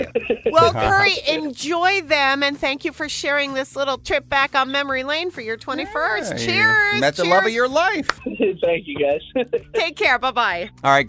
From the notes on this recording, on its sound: Listeners call in to share their 21st birthday stories as well.